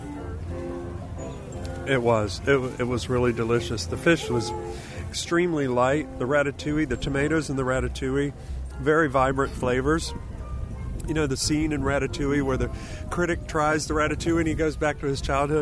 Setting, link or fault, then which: setting, busy venue